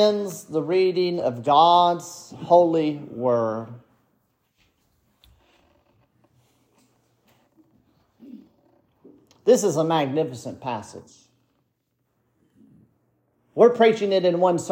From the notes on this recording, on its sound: This sermon was preached at Bethesda Presbyterian Church.